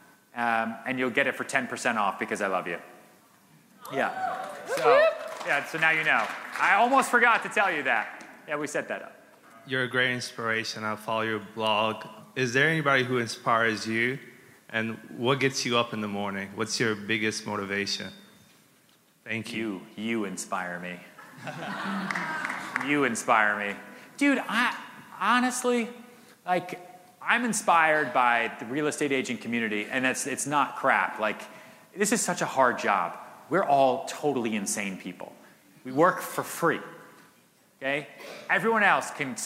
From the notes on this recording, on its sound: answers questions from audience members at The HyperFast Sales Summit